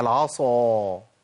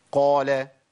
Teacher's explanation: الصاد فيها تفخيم وتفخيم اضافي نتيجه الاطباق · Term: الصاد المستعلي المطبق